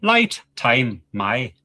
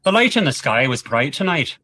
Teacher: In Northern Ireland, the I sound in words like light and time is flattened, making the sound a bit shorter and closer to an er sound. · Term: Flat I sound